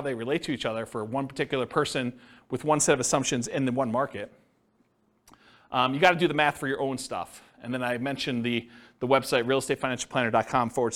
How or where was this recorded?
live audience